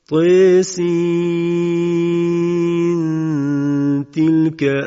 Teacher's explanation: ما در روایت حفص اینجا رو به اخفا میخوانیم، یعنی نون انتهای تاسین وقتی که میرسد به تاء کلمه تلکه اخفا می شود